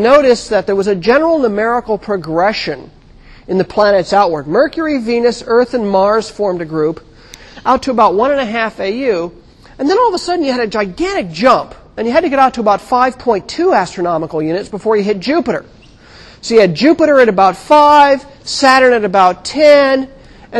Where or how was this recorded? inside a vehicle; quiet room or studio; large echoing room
large echoing room